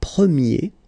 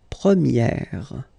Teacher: And then for the feminine form, you will get première. Okay, so it's open, this air sound · Shown in: second take